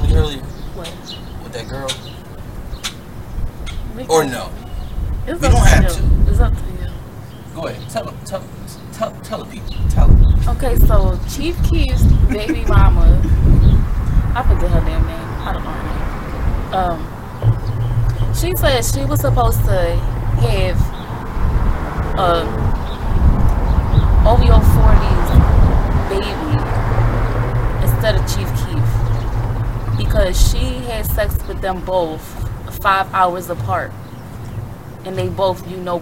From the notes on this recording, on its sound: We know its gonna be some hard parts of hearing with us being outside and the wind showing itself but you can hear us throughtout so bare with us we wanted to enjoy the weather and shoot outside.